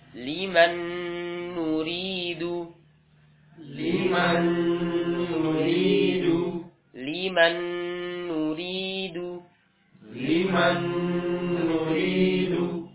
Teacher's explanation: Karena nun sukun, ya makhrajnya memang di khaisyun.